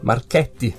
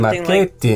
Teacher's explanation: Though probably I pronounced it with a Northern Italian accent when maybe it shouldn't be Northern Italian accent. In North Italian, we pronounce our E really open · Shown in: first take · Marchetti, whereas in the center and south, it's probably Marchetti.